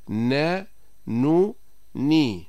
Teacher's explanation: مخرج النون من طرف اللسان مع ما يحاذيه من اللثة العليا، مع اشتراك الخيشوم، أي تصاحبهما غنة من الخيشوم. · Term: حرف النون